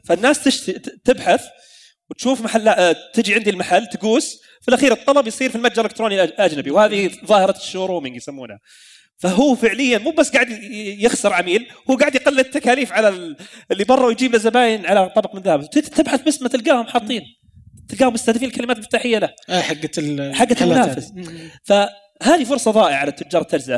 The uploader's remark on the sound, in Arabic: تسجيل لجلستين من عصفورية المحور الثاني، والي أقيمت على هامش زدإكس في واجهة الرياض.